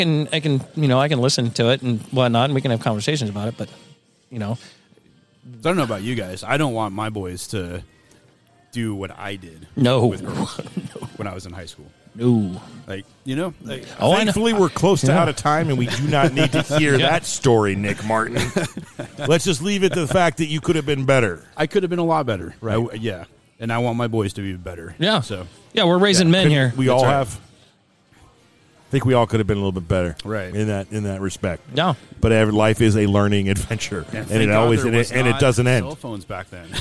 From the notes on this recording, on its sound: As we record on location at Weekend Brewing Co. In Grants Pass, Oregon!